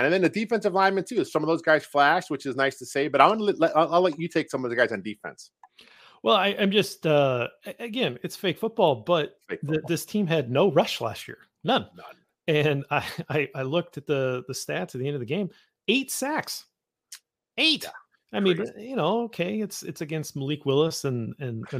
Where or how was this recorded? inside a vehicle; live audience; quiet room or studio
quiet room or studio